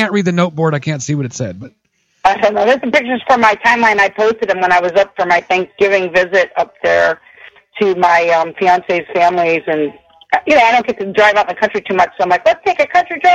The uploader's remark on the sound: is our phone guest for this edition